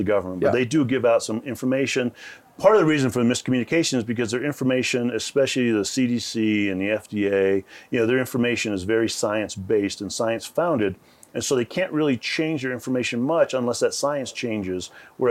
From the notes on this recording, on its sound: On Location at Aspen Ideas: Health